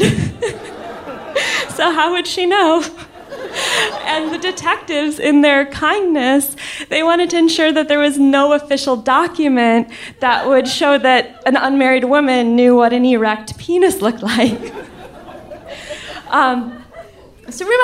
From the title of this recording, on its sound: Live From Seattle